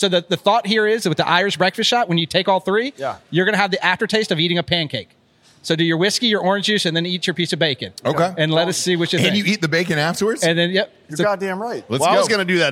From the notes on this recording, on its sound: Live From North Carolina! Live from Wilmington, NC to celebrate the launch of Hard AF Seltzer on the East Coast of North Carolina as they’re joined by some of their favorite listeners.